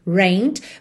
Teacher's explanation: No passado, rained, escreve rained, mas o E não é pronunciado, tá? Então você vai direto do N pro D.